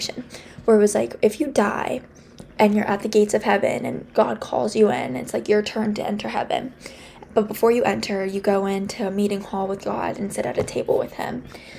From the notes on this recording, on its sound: I'm so sorry about the music in the background.